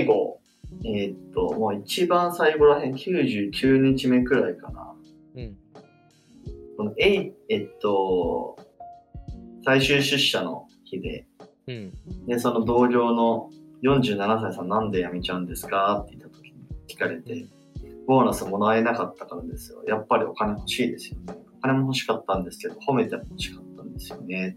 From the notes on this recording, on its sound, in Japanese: すみません、今回ちょっと音声が悪いかもです